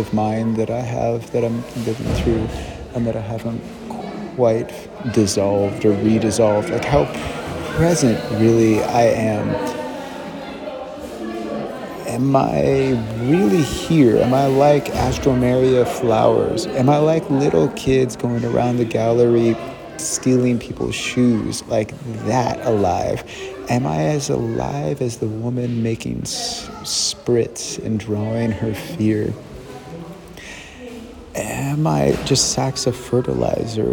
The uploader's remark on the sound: A native art gallery field recording into the “Institute for Art in Context: Master Exhibition.” CCA.Berlin.